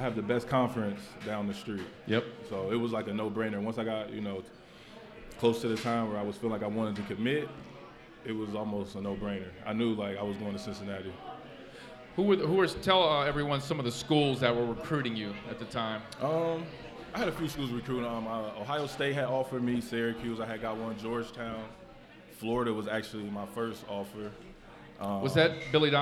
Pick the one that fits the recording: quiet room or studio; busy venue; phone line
busy venue